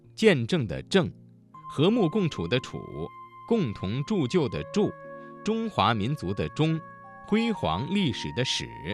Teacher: 声母是翘舌音的字有见证的证、和睦共处的处、共同铸就的铸、中华民族的中、辉煌历史的史